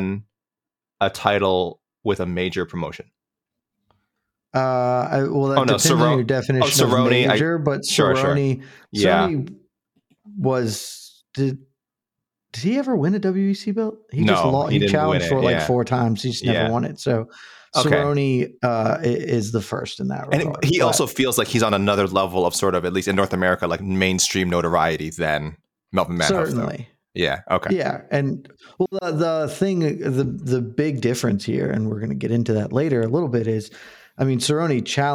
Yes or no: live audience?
no